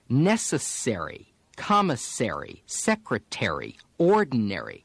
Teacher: When American words end in the sounds airy, airy, or ory, there's not just a softening of the E, but also a shift in syllable stress. Americans stress the syllable containing the R.